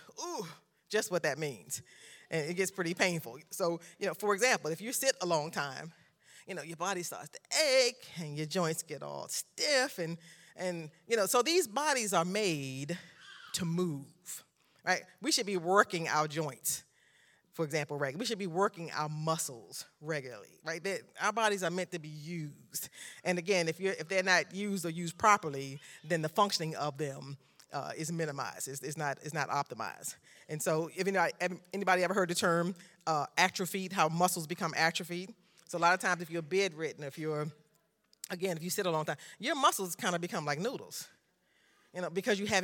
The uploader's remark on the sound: recorded live on June 12th, 2022 at Newark United Pentecostal Church